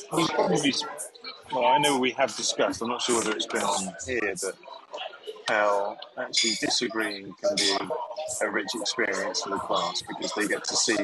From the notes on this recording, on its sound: Quite a bit of background noise so we painstakingly added the subtitles manually.